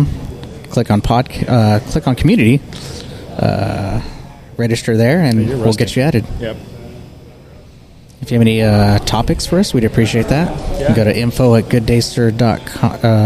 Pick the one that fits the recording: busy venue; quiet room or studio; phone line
busy venue